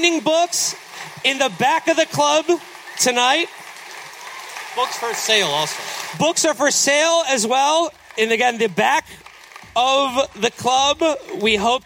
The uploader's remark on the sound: Live At DC's 9:30 Club. We had a magical evening in DC.